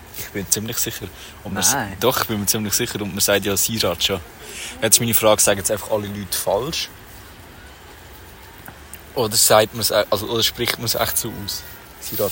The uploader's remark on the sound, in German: Live aus der Anflugschneise